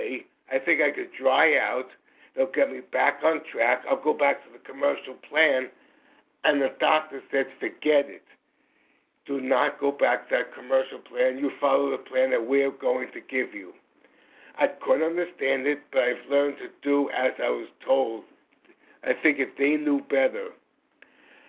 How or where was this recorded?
phone line